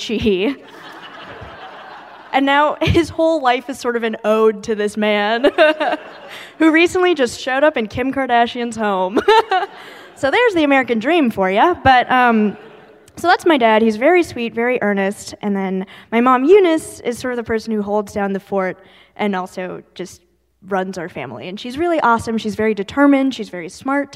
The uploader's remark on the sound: Recorded live. Crybabies Live at the Bard.